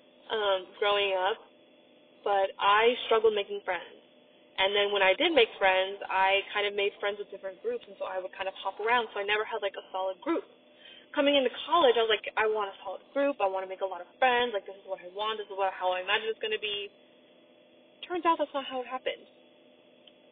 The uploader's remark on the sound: I also apologize for the audio quality.